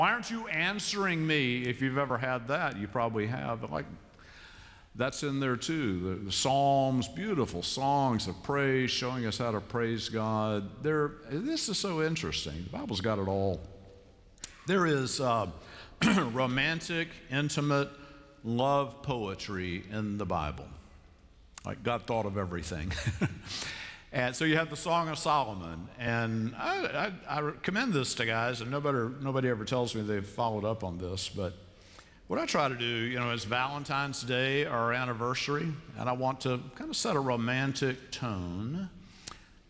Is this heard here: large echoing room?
yes